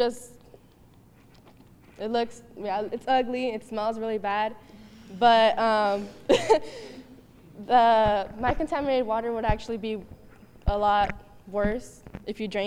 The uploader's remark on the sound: UC Berkeley live recording